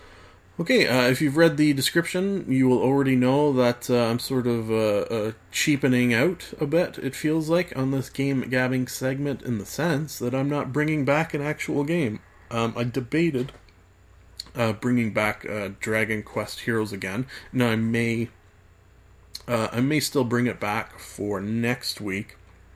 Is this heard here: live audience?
no